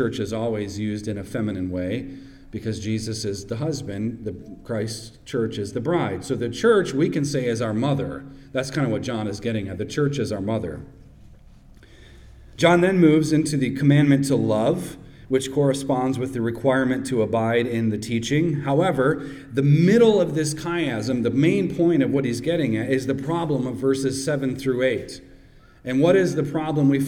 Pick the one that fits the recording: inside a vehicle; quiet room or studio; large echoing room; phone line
large echoing room